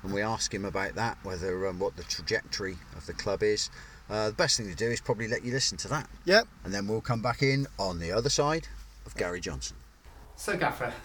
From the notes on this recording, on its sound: recorded in the rain at Seale Hayne